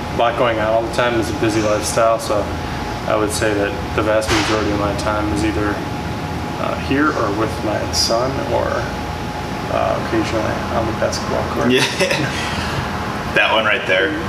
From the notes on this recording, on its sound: I apologize for the background noise!!!